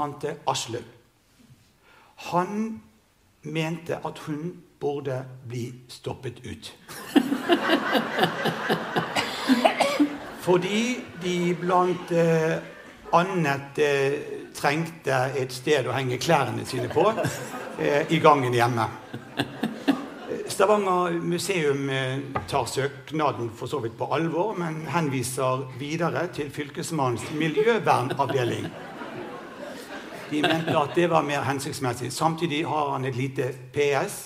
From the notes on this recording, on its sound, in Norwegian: Innspilt i kinosal 1 på Sølvberget bibliotek og kulturhus